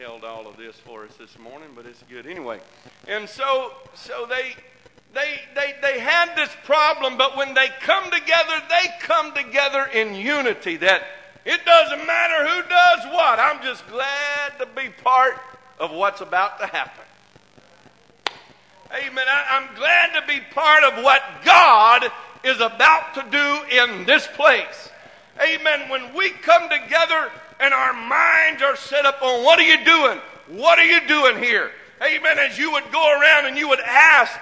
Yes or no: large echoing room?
yes